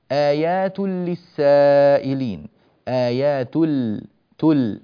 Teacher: آيات للسائلين، آيات تل من تاء إلى لام مباشرة، ونون التنوين اللي في آيات ذهبت بالكلية، إذن هذا إدغام بغير غنة.